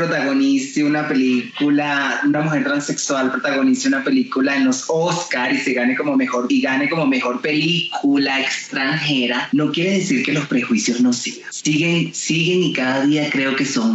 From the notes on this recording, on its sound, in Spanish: conversó vía Skype desde Bogotá con CNN en Español